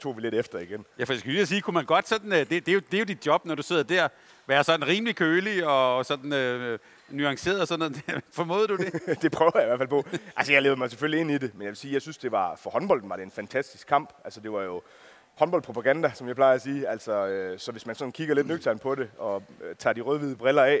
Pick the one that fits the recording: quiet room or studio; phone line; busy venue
busy venue